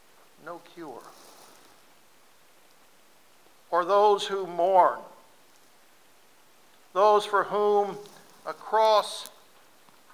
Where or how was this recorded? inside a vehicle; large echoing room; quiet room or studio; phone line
large echoing room